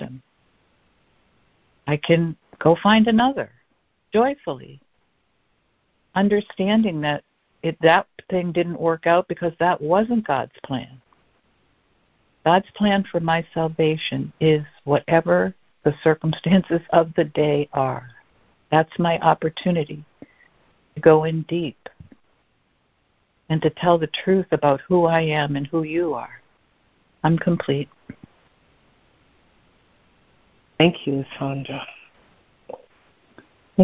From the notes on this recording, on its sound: ACIM Daily Conference Call.